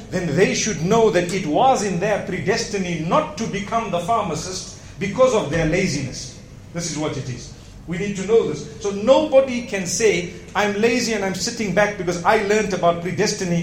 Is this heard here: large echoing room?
yes